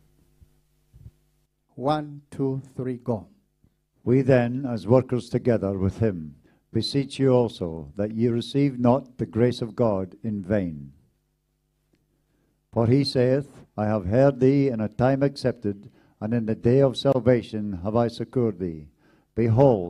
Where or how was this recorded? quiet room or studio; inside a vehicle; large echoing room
large echoing room